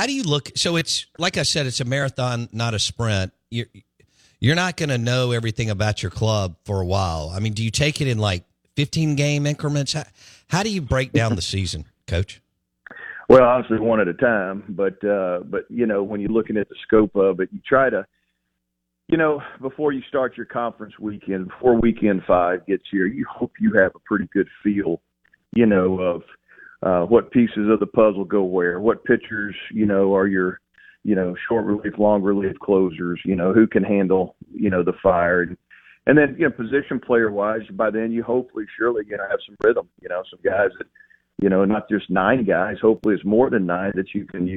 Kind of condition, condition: link, phone line